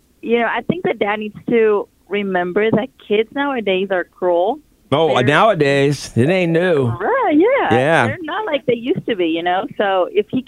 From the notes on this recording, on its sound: listeners call in with their comments